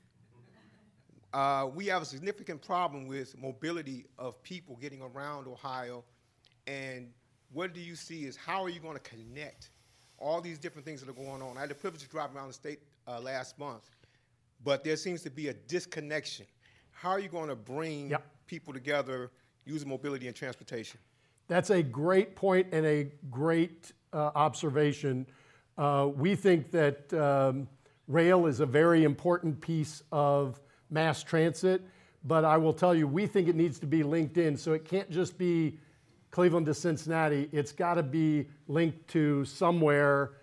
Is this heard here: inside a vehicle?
no